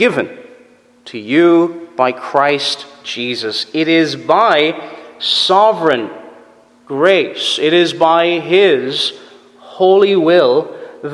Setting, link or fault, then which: setting, large echoing room